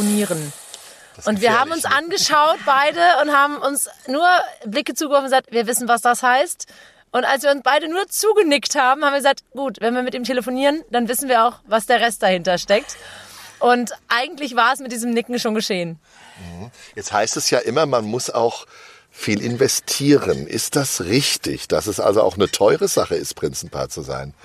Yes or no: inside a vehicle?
yes